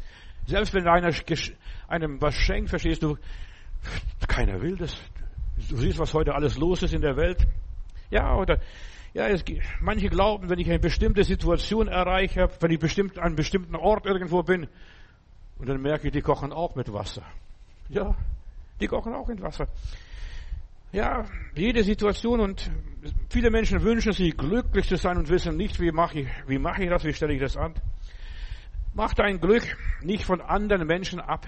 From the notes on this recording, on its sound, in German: im Gemeinde-Zentrum in Berlin aufgenommen